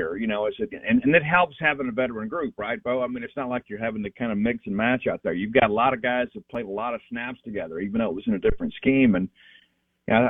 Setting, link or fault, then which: link, phone line